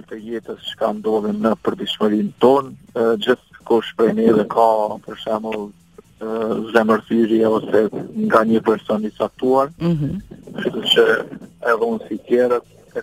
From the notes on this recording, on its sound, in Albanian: I ftuar sot në një lidhje telefonike në emisionin “Live From Tirana”